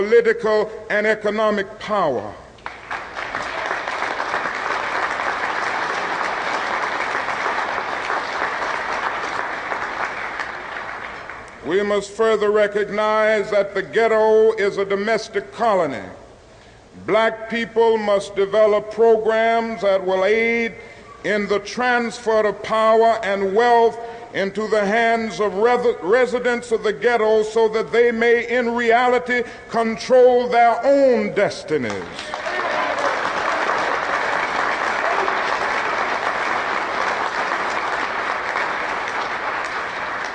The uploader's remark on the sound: delivered this speech in 1967 at the first and only National Conference for New Politics